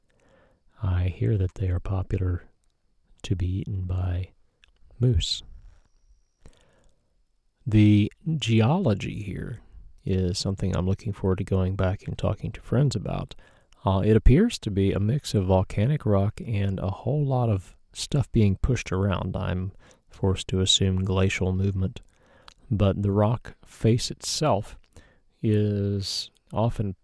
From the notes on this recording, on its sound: ROR From The Boundary Waters. While there, I pulled out the recorder and described my trip. Here it is, no processing, just a few edits for misspoken words. In the quiet spots, listen for the stillness around me.